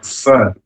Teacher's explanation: ketika kita mengucapkan huruf fa, harus keluar nafas yang banyak